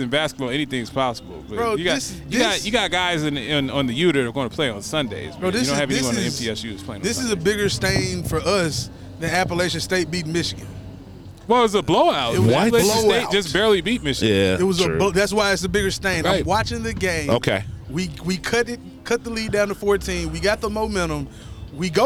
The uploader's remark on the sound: LIVE from Horizon Field in Nashville, TN